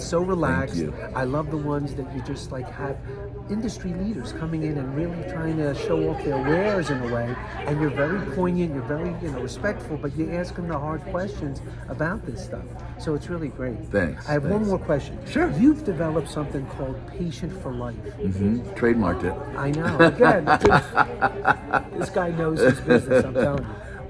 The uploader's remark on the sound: Coming to you live from The American Brazilian Plastic Surgery Aesthetics Meetings in Park City, UT